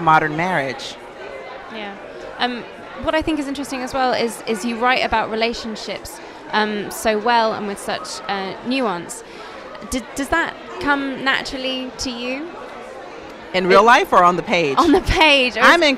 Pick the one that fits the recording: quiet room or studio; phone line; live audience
live audience